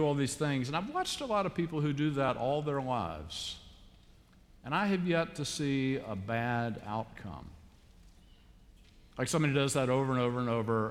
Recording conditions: large echoing room